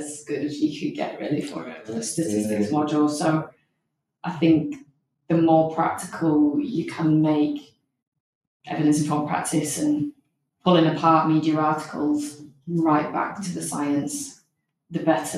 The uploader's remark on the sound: We're aware the audio isn't ideal so thank you for your patience as we find our way!